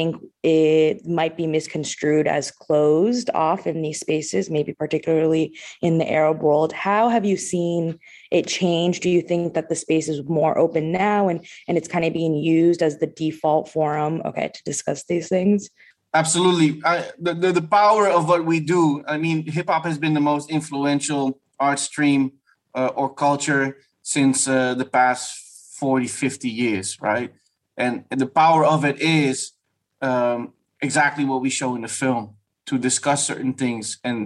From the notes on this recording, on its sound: Following the interview, there is a moderated town-hall-style Q&A with questions coming from the live virtual audience on Zoom.